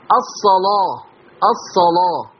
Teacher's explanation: ليست اللام مرققة. اللام ليست مرققة، مغلظة لورش · Term: تغليظ اللام